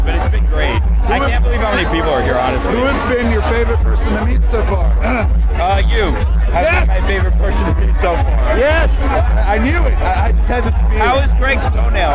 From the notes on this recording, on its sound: It’s our “Mas Miami Special” as we go live inside the Le Batard Show’s Mas Miami fans that drew thousands to Wynwood Marketplace Saturday night. We chat with several fans, stars from the show and surprise guests.